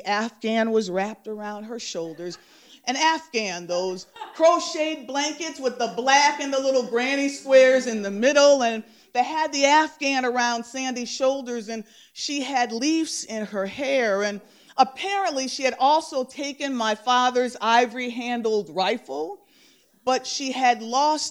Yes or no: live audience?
yes